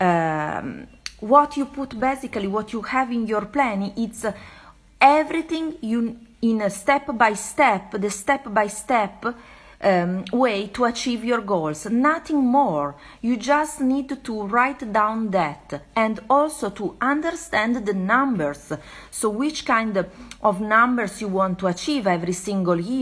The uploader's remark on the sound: This Episode is recorded from an Instagram Live.